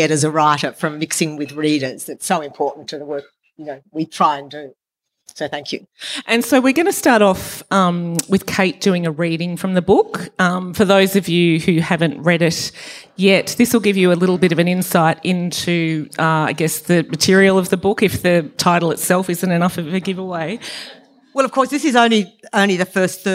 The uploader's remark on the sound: Presented in partnership with Montalto. The event was recorded on Friday 16 June 2023 at Montalto.